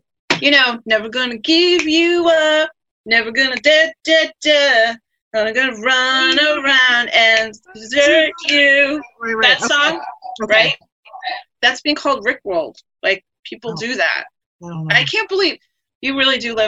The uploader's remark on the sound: A zoom chat with the sisters to catch up on how the quarantine is going.